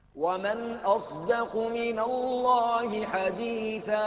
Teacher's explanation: هذه الصاد أخذت من الدال الجهر الذي فيها